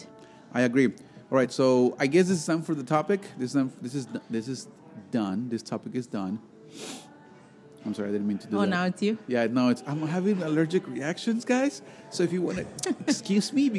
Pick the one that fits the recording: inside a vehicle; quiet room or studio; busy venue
busy venue